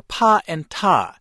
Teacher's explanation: To make those sounds, the mouth sends out a little burst of air.